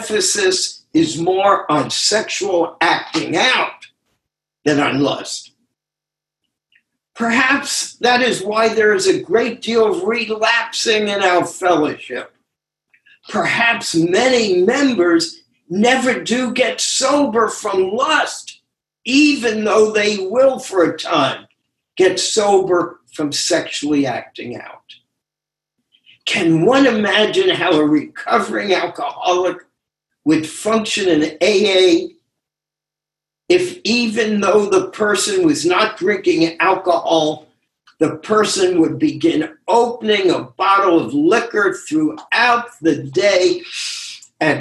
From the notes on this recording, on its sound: Took us on a zoom journey through the Essays.